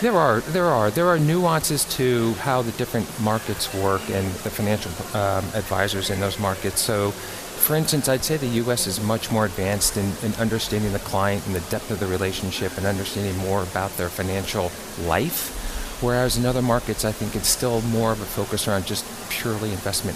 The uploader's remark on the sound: Live from BNY Mellon Insite 2018 Conference